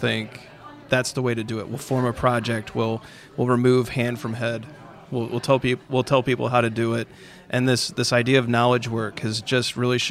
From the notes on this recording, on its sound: at The Path to Agility Conference